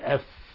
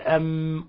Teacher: يعني مثلا لما تقول ام وتقول اف لاحظ ان المخرج واحد، الا ان الاف تخرج من بطن الشفة والميم تخرج باطباق الشفتين. فهنا تحترز ايها القارئ من ان تخفي الميم الساكن عند الفاء.